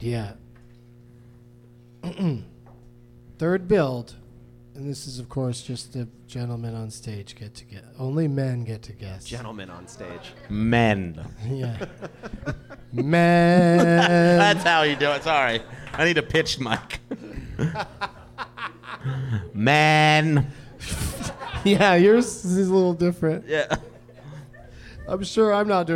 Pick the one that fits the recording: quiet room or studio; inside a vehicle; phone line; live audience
live audience